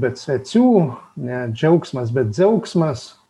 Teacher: Vietoj čidži jie turi cidzi, kaip ir pietų aukštaičiai arba tie tikrieji dzūkai